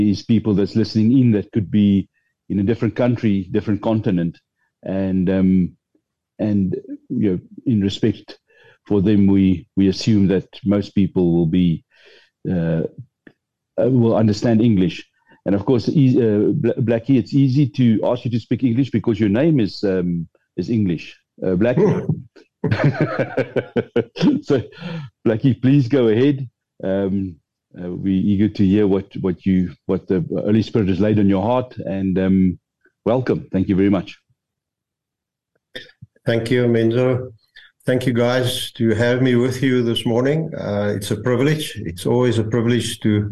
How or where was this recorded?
video call